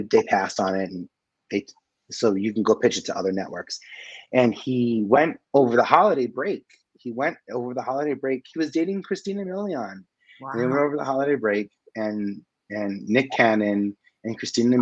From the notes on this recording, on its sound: these interviews are throwbacks with some of the best and brightest in the Broadway & Entertainment industry who I chatted with virtually